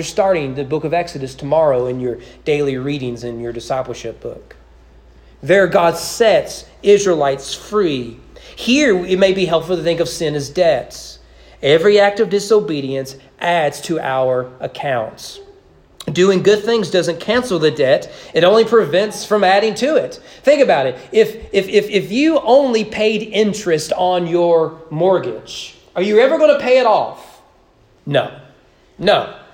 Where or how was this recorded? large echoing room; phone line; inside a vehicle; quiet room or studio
large echoing room